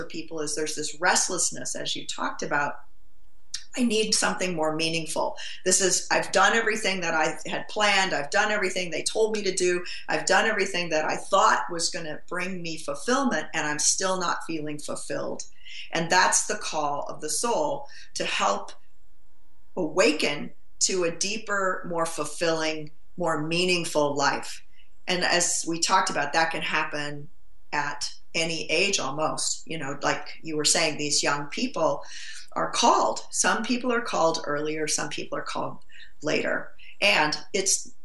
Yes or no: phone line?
no